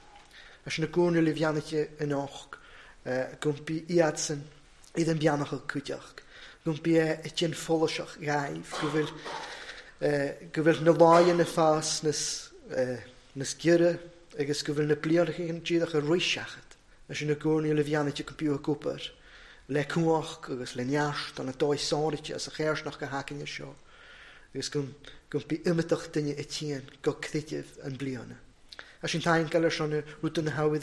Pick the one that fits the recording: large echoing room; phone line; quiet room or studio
large echoing room